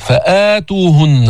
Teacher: هذا مد البدل مقصور برواية حفص عن عاصم، حركتين